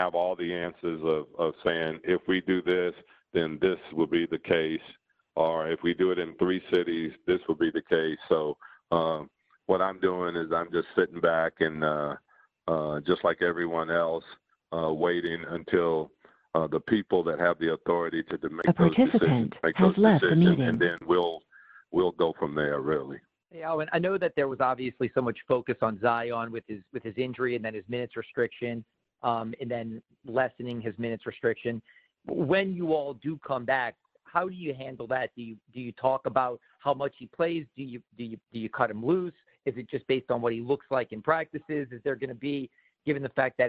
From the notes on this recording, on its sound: Conference Call. Audio courtesy of and provided by the New Orleans Pelicans and NBA Media Central.